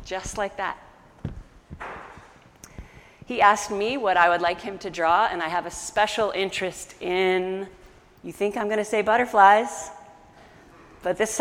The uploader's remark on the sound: An audio recording of our August 15 sermon.